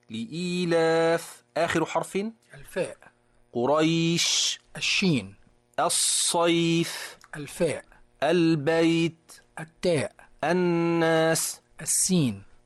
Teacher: هل لاحظت الهواء الذي يخرج مع الفاء والشين والصاد والتاء والسين؟